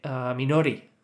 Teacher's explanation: in Japanese, you know, the R sound is not really an R sound, right? It's like, it's called a palatal D